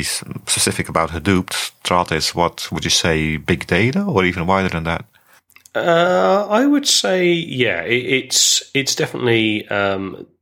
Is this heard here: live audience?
no